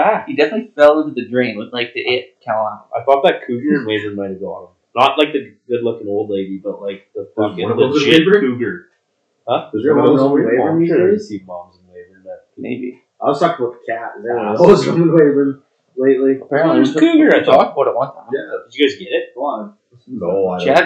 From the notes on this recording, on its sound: The boys are trying some new mics in this episode so bear with us.